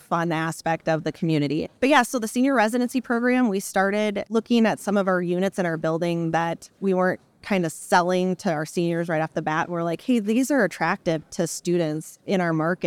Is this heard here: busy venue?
yes